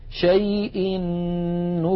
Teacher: أدغم التنوين في النون من نكر فصارا نونا واحدة مشددة لذلك شددت النون من نكر.